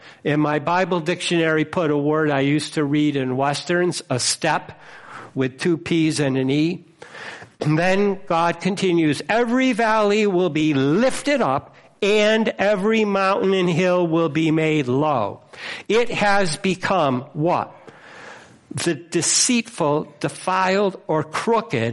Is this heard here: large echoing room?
yes